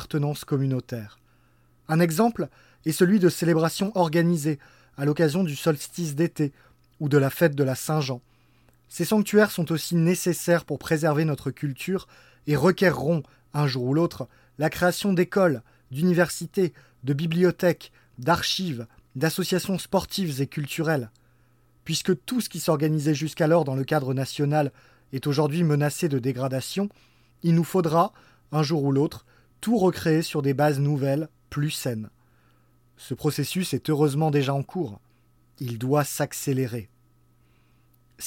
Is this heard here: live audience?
no